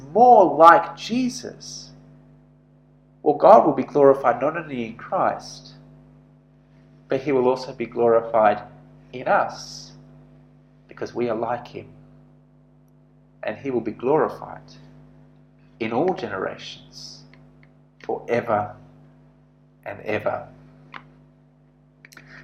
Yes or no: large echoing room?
yes